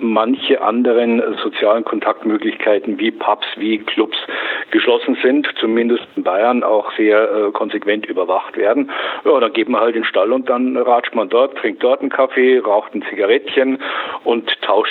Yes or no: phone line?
yes